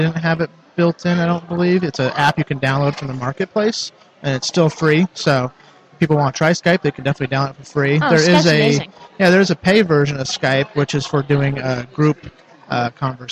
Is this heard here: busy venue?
yes